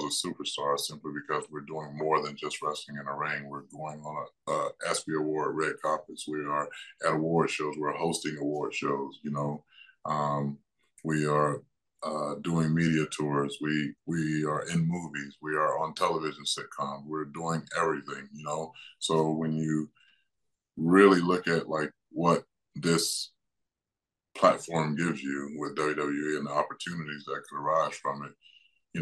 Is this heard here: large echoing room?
no